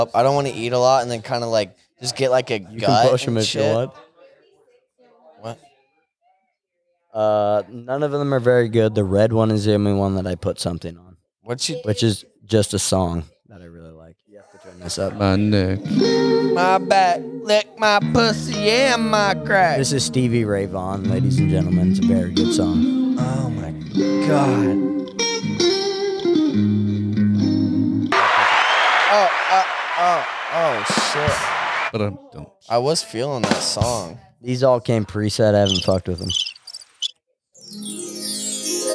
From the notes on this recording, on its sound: In this unexepcted recording during a late friendsgiving party. In this unexepcted recording during a late friendsgiving party.